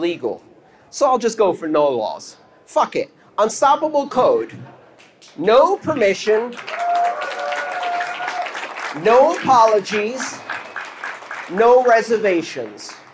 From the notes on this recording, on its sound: This talk took place on February 16th 2019 at the EthDenver conference in Denver, Colorado.